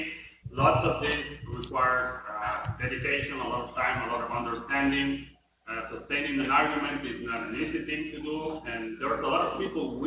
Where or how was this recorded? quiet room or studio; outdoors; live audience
live audience